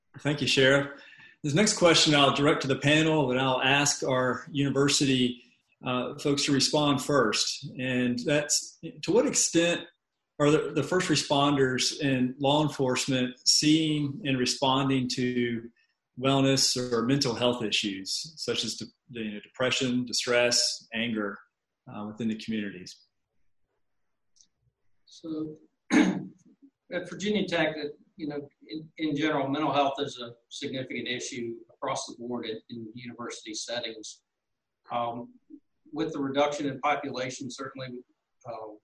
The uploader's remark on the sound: COVID-19 Virtual Town Hall meeting.